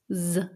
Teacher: Mit einem stimmhaften S am Anfang.